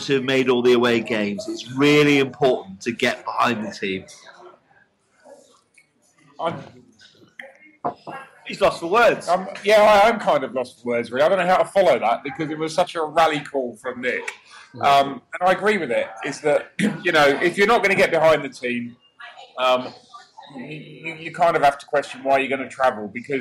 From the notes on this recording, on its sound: Bolton pub chat